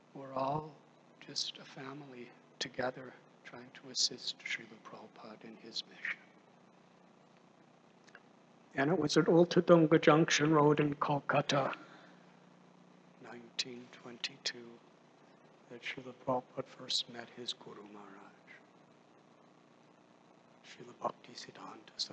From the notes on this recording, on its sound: Initiation Lecture. At Sri Kishore Krishori Temple, Chicago.